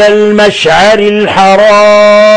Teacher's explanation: ونلاحظ كيف رققنا المشعر، كلها مرققات لأن الميم والشين والعين والراء المكسورة.